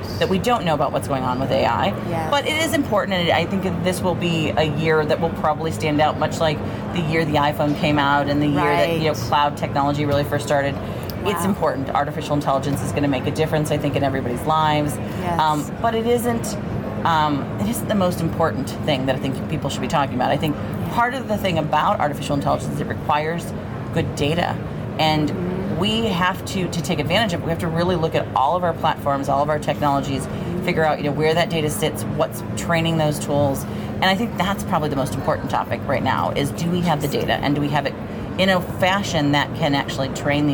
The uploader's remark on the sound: Unum took its Gartner Marketing Award-winning HR Trends podcast studio on the road (again) to the 2023 HR Technology Conference & Exposition , held October 10–13 in Las Vegas.